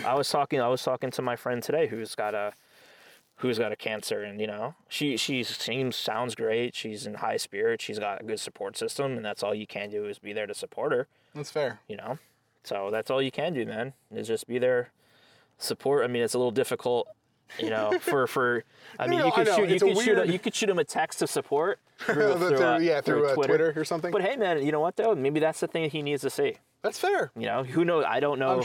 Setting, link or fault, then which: setting, outdoors